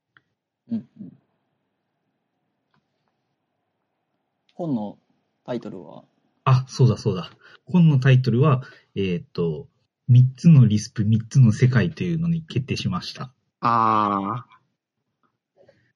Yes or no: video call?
yes